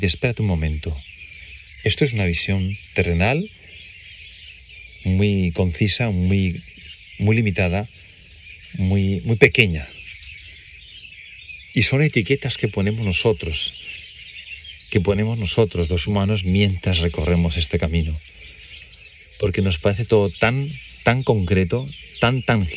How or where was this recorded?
outdoors